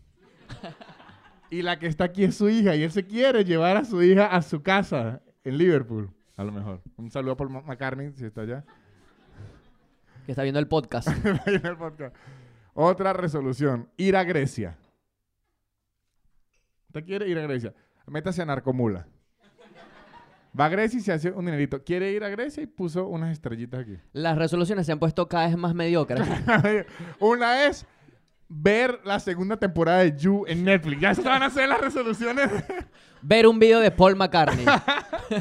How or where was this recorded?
live audience